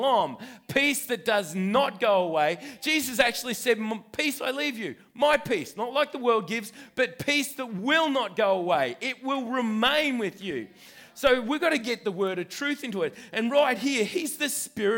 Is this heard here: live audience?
yes